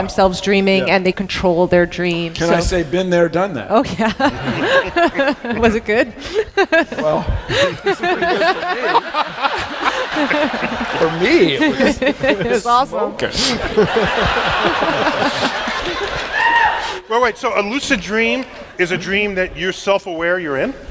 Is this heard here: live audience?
yes